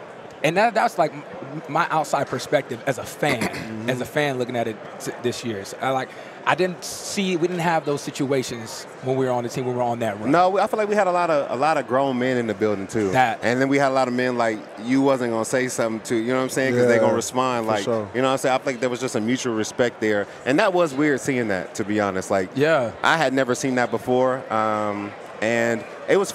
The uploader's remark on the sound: LIVE from Super Bowl Radio Row